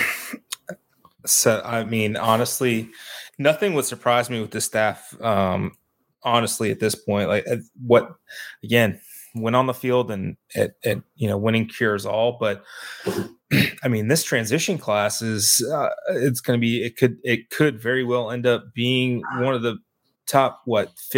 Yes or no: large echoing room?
no